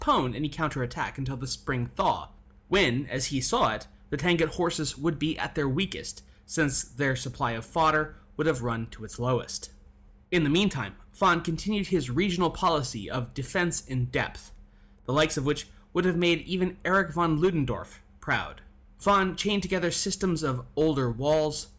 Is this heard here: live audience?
no